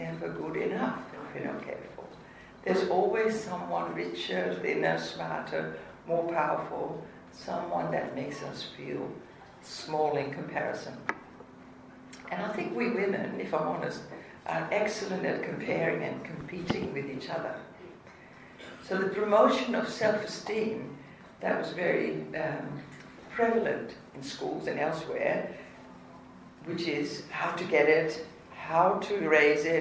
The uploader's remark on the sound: The biggest morning tea is an annual fundraiser for cancer research in Australia. This year again I had the honour of guest speaker in Mount Gambier with some 350 people in the audience. Sorry for the background noise.